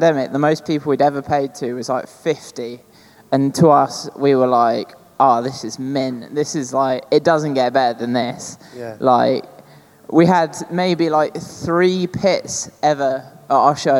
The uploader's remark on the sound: Live from ArcTanGent Festival. Live from ATG 2023.